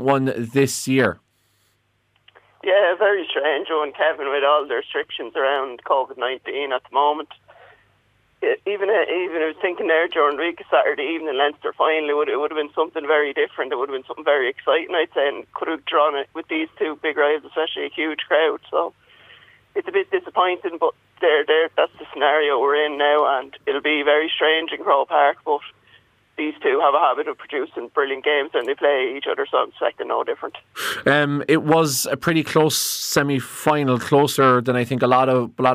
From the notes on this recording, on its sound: joins us on the phone